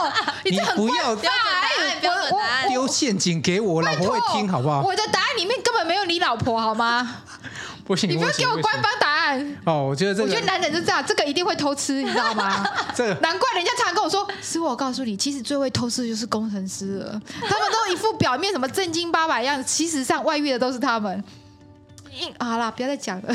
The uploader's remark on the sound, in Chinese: 一睹球場VIP室裡的精彩》。這次我們幫你體驗VIP區，也把觀察球賽現場記錄下來與你分享。